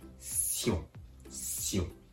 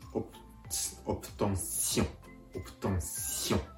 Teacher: 鼻から息を抜かすようにシオンシオンと柔らかく発音してあげるところがポイントです柔らかくと言われてもちょっと分かりづらいかもしれませんポイントとしては、んを発音するときに、口からんと発音する代わりに、鼻からん、んと気持ち発音するような形で、このシオンを言ってあげると、うまくいってます。オプオプトンシオン、オプトンシオンですね。最後にもう一度発音します。取得、フランス語で、オプトンシオンです。当塾ではフランス留学で夢を叶えたいそんな方のためのオンライン講座を提供していますご興味のある方詳しく知りたい方はこの動画の詳細記述欄をご覧ください。